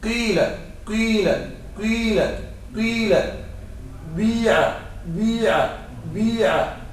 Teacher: يكون في الكسرة شيء من صفة الضمة لابد من ضم الشفتين · Term: إشمام